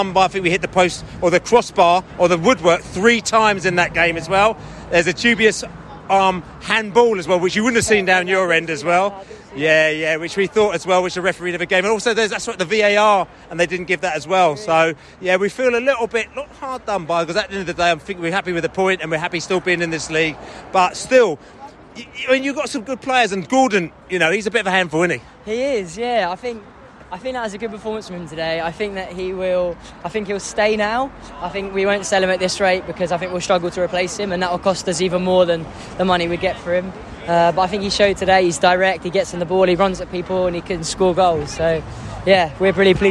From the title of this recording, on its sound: Post-match podcast from the stands